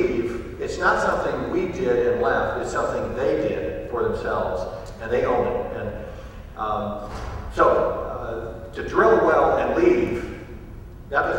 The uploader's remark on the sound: answer questions from the audience